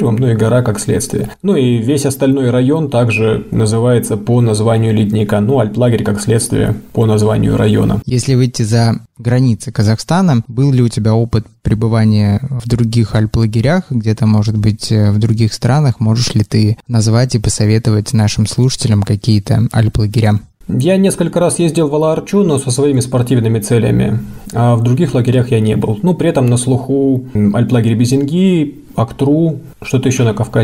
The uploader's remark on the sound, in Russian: В условиях, когда доступ в студию ограничен, мы записываем подкасты всеми возможными способами. В этот раз позвонили по телефону в Алматы. Который сейчас работает в лагере Туюк-Су в Казахстанских горах.